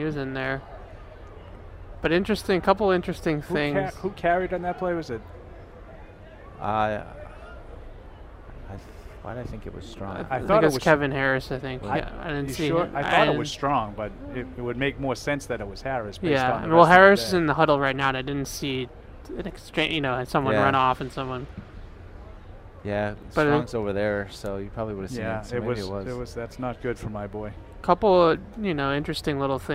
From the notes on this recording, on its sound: Day 5 Live Show, First Practice in Pads. We broadcasted live from Day 5 of Training Camp.